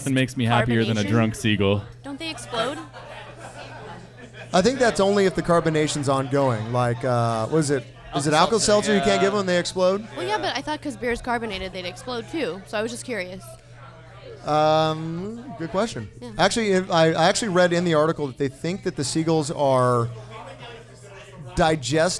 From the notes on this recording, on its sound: Recorded live at The Local!